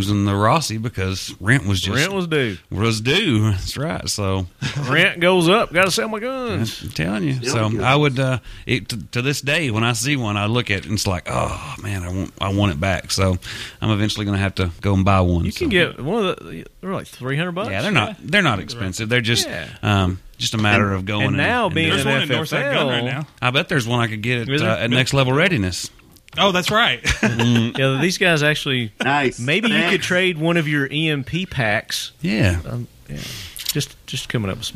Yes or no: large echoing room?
no